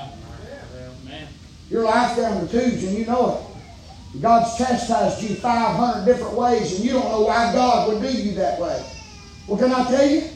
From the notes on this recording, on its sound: preaching live from Still Water Baptist Church